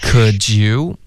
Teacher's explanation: 开头嘴唇是放松结尾嘴唇才撅起来